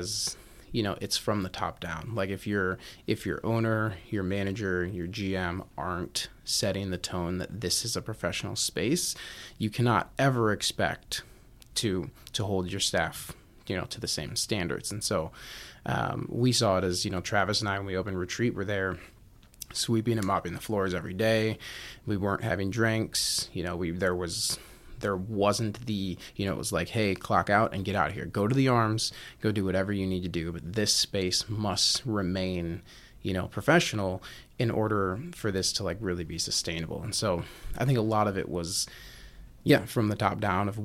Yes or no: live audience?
no